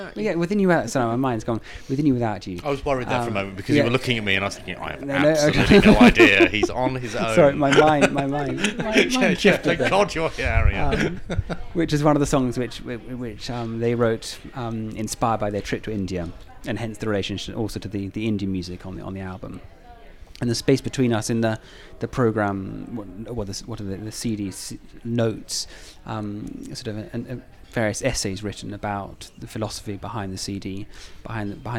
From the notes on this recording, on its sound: Podcast six was recorded in the much-maligned hotel bar The Heights